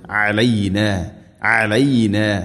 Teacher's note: അയിൻ തൊണ്ടയുടെ മധ്യഭാഗമാണ് മഖ്റജ്